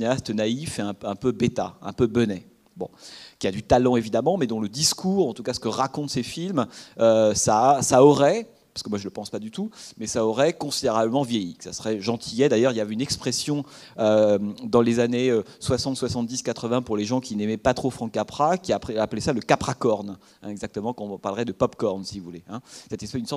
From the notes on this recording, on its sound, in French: Enregistrement intégral de l'intervention. Suite à la projection du film le mercredi 5 novembre 2014 au Centre des arts d'Enghien-les-Bains.